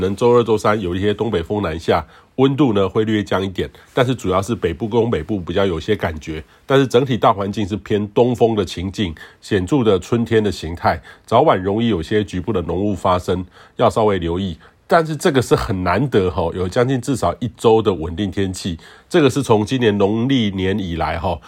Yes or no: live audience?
no